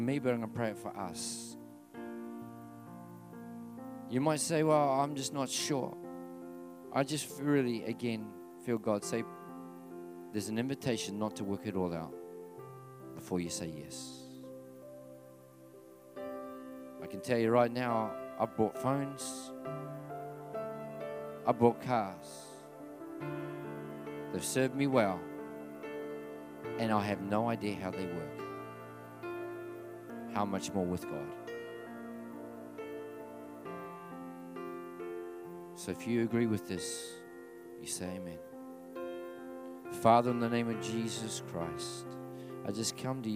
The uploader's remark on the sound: At the 9am gathering at River Edge Church.